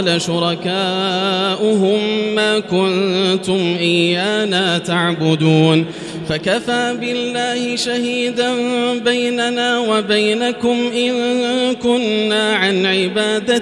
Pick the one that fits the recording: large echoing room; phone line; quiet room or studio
large echoing room